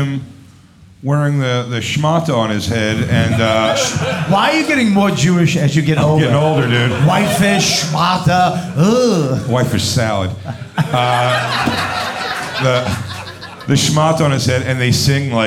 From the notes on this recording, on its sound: Moontower 2023. Filmed live from Moontower Comedy at The Creek and the Cave in Austin Texas.